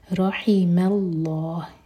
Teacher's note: میم light اور لام جلالہ ہیوی